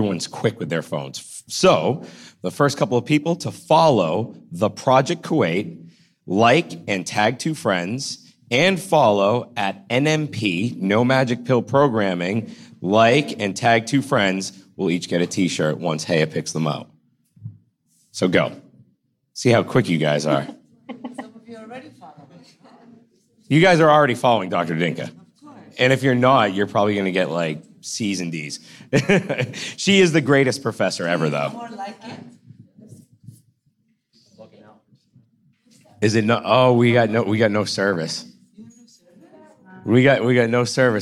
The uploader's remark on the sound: Live From AUK! Q&A With The Students!